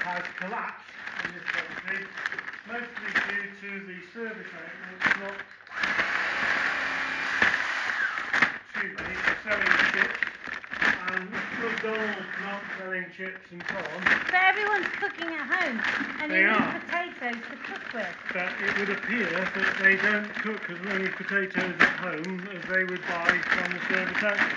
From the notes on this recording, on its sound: Apologies for the Background noise in the spud shed - please skip to 13:36 if you wish to skip that part. In the packing shed as they pack up potatoes that have been donated for Rotary food parcels. From the heart of Herefordshire.